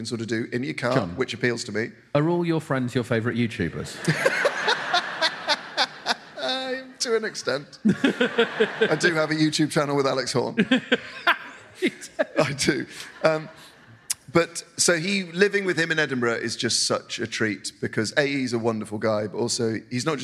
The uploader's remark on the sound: Live at the Bristol Hippodrome. Live in Bristol.